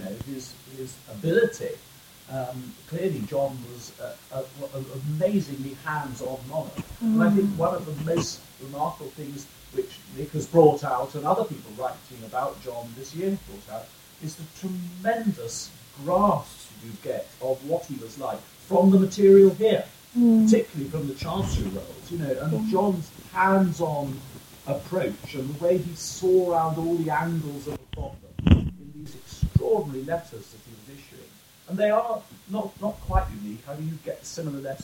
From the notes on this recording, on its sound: We apologise for the variable sound quality of this podcast.